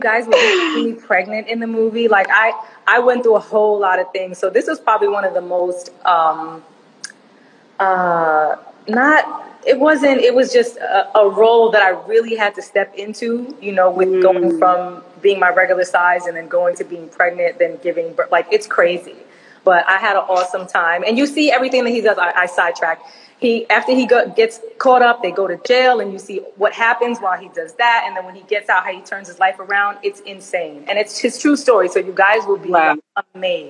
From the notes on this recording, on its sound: special Instagram Live #WFH edition